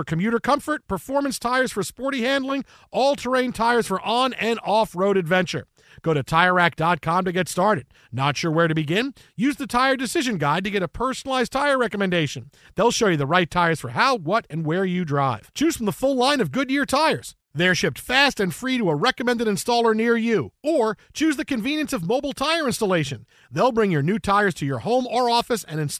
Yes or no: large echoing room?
no